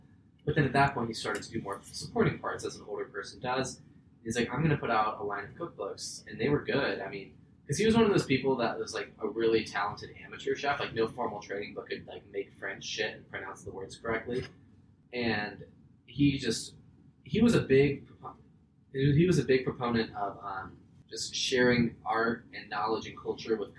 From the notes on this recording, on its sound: SORRY THE SOUND SUCKS